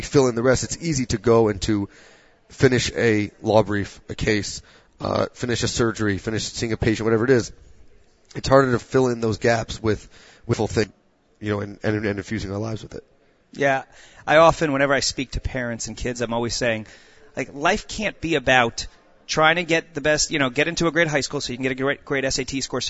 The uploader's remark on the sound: Live from YU's ChampionsGate VIII